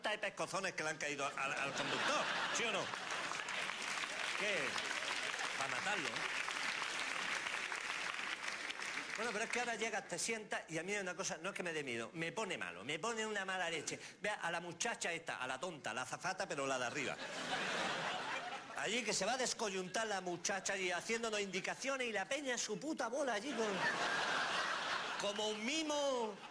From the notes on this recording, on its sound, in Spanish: Que se graba en un teatro. Se ha grabado en distintos teatros, como el Teatro Alcázar de Madrid o el Teatro Victoria de Barcelona.